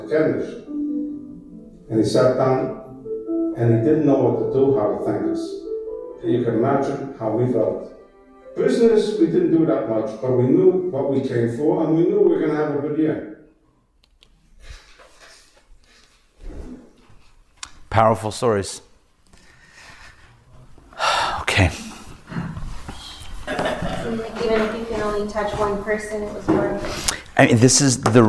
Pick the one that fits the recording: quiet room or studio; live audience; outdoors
live audience